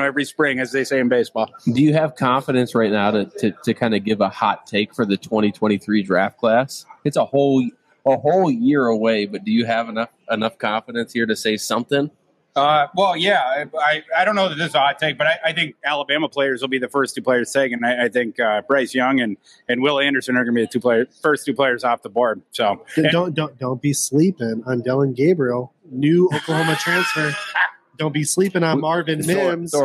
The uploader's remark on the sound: On today's live show from Lake Monster Brewery in St. Live at Lake Monster Brewing.